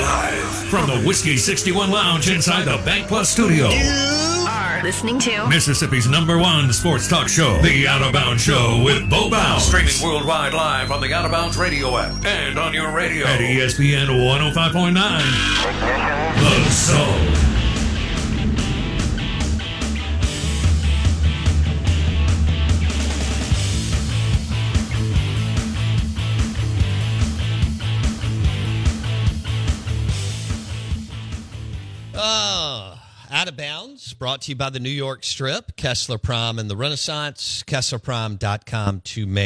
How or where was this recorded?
phone line